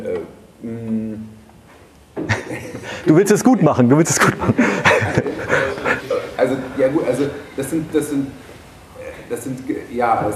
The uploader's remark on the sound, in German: Ein Vortrag im Rahmen der Night of Open Knowledge (Nook) in Lübeck: Die NooK ist eine offene Vortragsveranstaltung die sich an ein technik- und gesellschaftsinteressiertes Publikum jedes Wissensgrads und jedes Alters richtet.